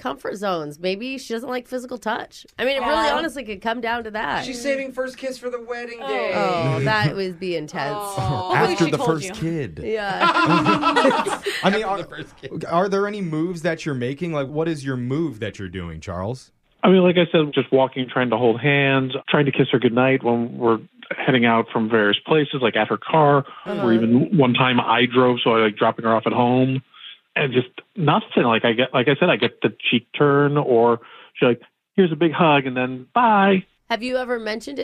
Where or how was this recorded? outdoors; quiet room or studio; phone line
phone line